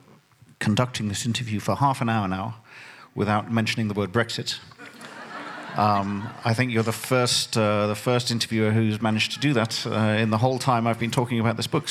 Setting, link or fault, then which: setting, live audience